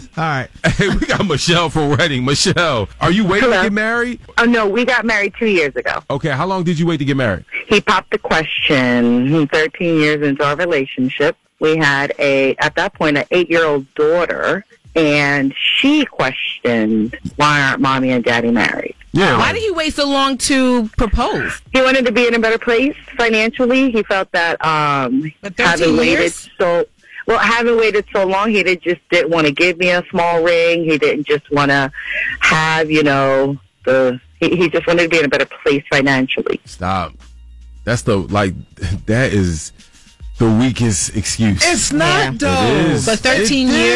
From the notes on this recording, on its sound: Some listeners called in with their opinions.